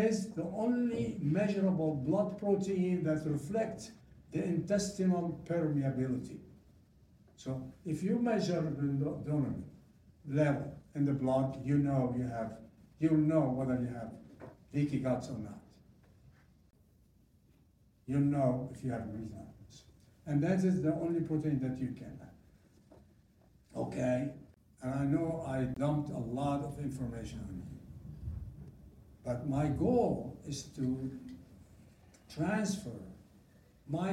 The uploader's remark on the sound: live audio